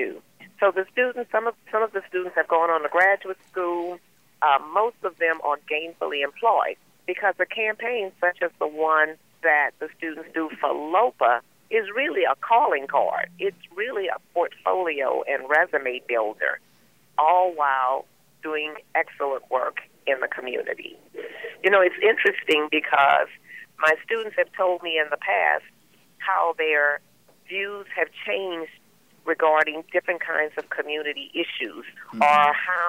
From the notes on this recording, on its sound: Past students also call in.